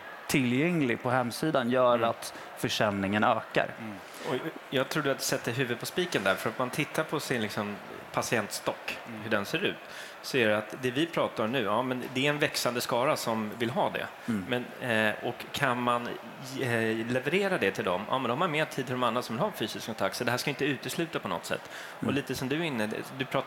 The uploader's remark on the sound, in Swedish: Live från Tandläkarmässan i Stockholm.